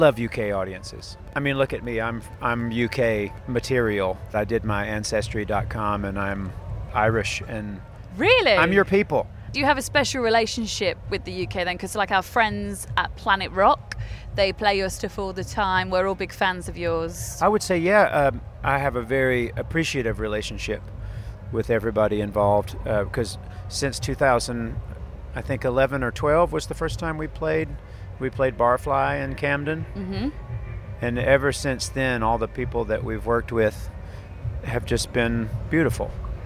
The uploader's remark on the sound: Backstage at The Long Road Festival at Stanford Hall, Leicestershire. The Long Road Festival 2023.